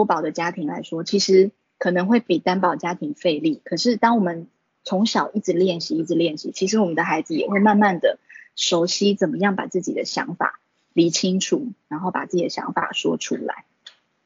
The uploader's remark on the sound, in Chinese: 此為線上課程錄音檔。